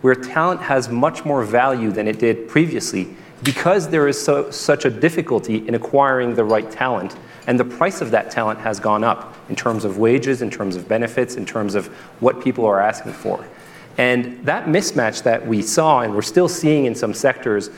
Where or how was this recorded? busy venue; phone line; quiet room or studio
busy venue